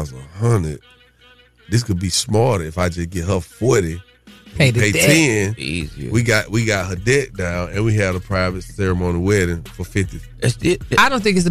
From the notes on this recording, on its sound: Callers call